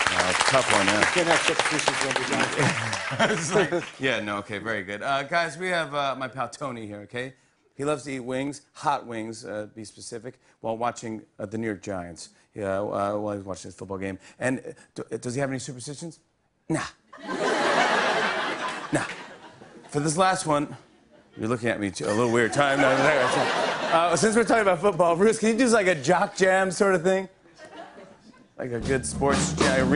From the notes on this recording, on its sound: chats with members of the audience